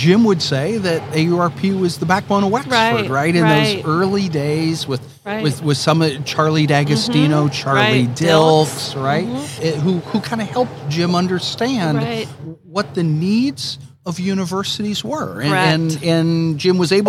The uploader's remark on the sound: The interview was conducted during Day 3 of the Association of University Research Parks 2022 International Conference held in Toronto